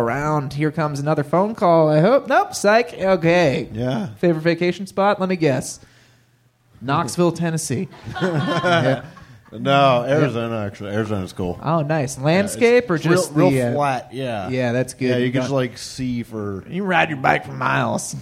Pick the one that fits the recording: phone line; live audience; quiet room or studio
live audience